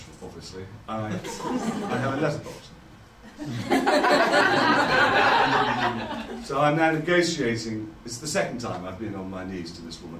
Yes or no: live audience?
yes